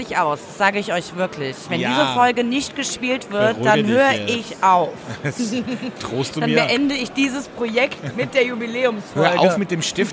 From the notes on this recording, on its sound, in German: nehmen das erste Mal Live von der größten internationalen Naturweinmesse in Berlin auf